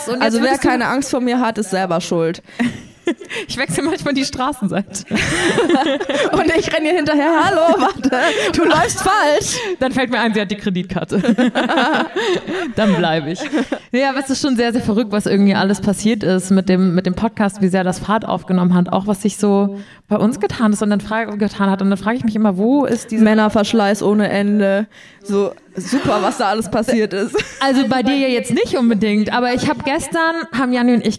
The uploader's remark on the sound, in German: Einen Live Auftritt von uns vergangene Woche auf dem Poddifest in Köln. Unser bisher größtes Publikum, dass wir eine Stunde lang beschallen durften.